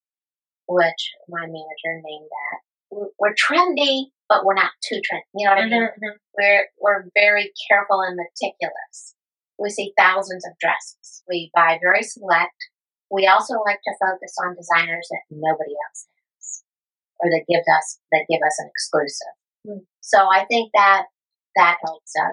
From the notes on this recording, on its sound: Podcast Audio Disclaimer: Due to the circumstances of this recording, which took place live and in person, there might be occasional imperfections or variations in sound.